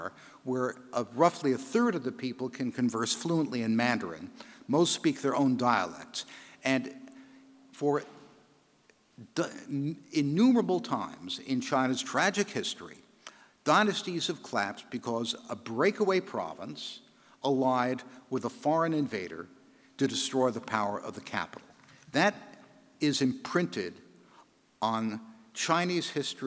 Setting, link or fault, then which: setting, live audience